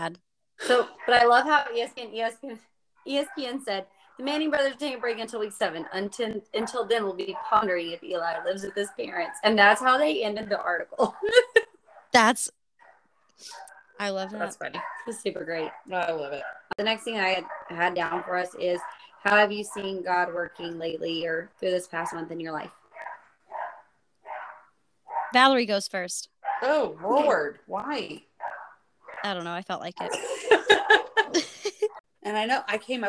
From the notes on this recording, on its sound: Background noises brought to you by Tex Chief and Bentley (3 of our collective 4 dogs).